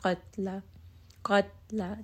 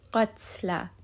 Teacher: when it has a sukun, there is going to be just a little bit of air escaping throughout the teeth. · Shown in: second take · Qatla. So make sure that you are giving it a little bit of air just to make sure that we're not dropping this letter or making it inaudible.